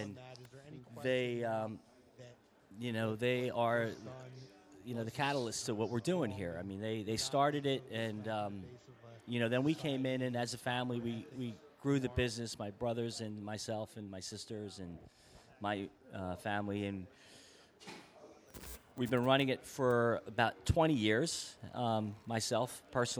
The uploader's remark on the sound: In this Vuvu Soccer Show we were live from Villa Capri in Doylestown, a great soccer pub!